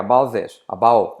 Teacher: La T de about casi no se pronuncia